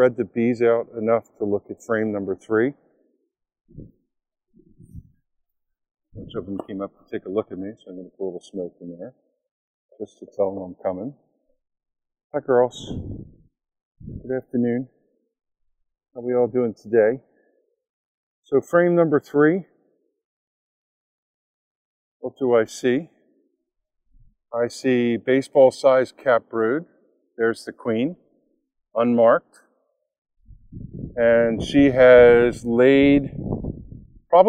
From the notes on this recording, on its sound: Live recording of the first inspection of the season